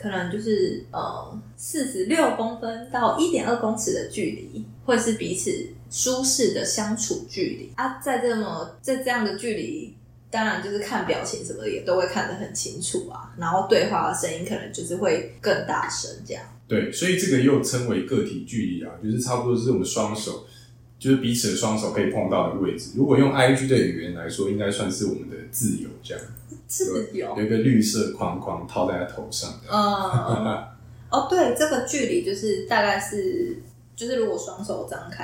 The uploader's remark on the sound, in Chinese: 抱歉這集麥克風收音不太好。正努力的嘗試使用Audacity錄音以及後製。